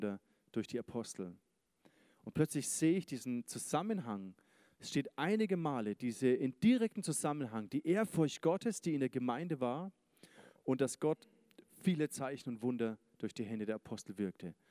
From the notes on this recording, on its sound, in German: Sonntagsgottesdienst. ICF-Nürnberg.